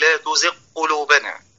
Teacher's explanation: وكذلك من الأخطاء التي تقع عند نطق حرف الغين إدغامها فيما قاربها من المخرج، كما في قوله تعالى في سورة آل عمران: ربنا لا تزغ قلوبنا. بعض الناس يقول لا تزغ قلوبنا، أدغم الغين في القاف